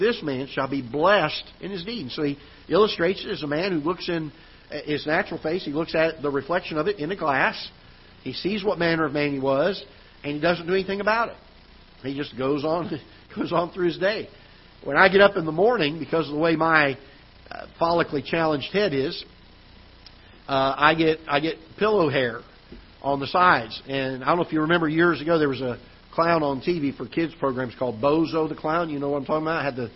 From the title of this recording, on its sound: Ketha Heights Baptist Church ~ Live Broadcast